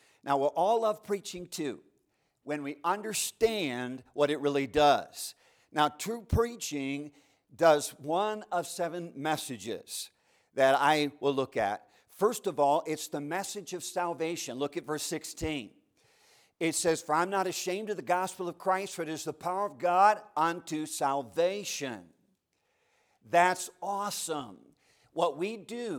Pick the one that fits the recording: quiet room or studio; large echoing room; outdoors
large echoing room